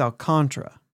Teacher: Yeah. The emphasis is on the con.